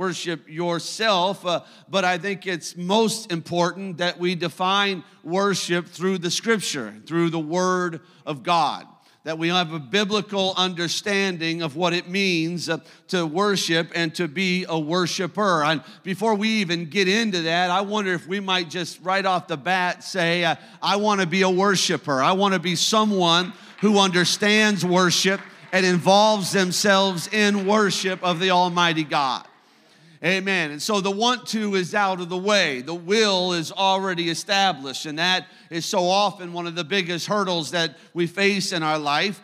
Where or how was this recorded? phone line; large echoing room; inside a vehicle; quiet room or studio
large echoing room